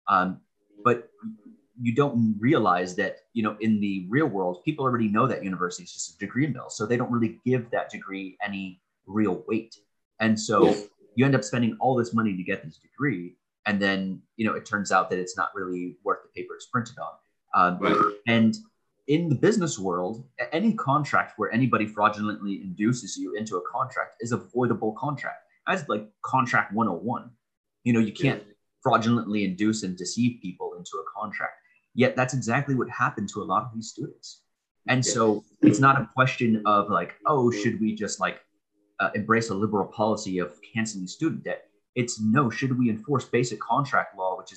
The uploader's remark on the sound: One-on-One Video Interview. This Podcast episode, which is done in video but can be listened to via audio, is broken up in three (3) segments. Via Zoom.